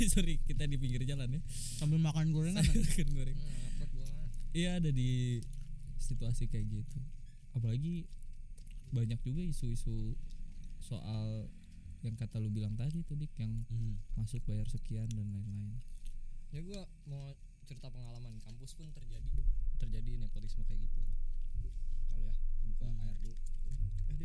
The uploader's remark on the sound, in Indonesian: Ngobrol subuh-subuh, soundnya sedikit jadi kecil monmaap lagi-lagi kesalahan teknis.